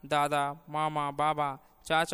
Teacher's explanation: दादा, मामा, बाबा, चाचा आदि शब्दों में पहले आकार की अपेक्षा दूसरे आकार का उच्चारण ह्रस्व होता है।